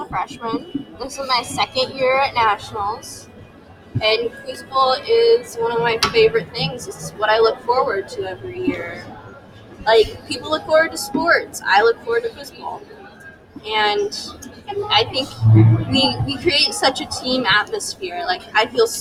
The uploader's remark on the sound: Live from Small School Nationals